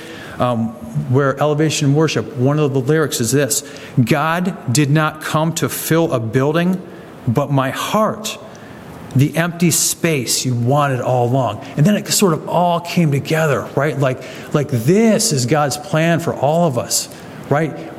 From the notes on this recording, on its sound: sermon from August 13, 2023 at the Clarence Church of Christ, Clarence, NY